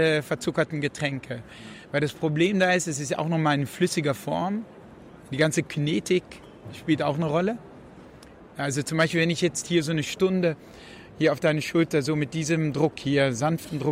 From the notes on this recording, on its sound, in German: auf der re:publica in Berlin aufgezeichnet.